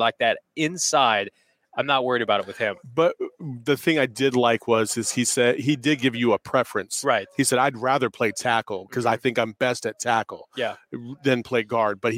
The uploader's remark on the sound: live from the combine in Indianapolis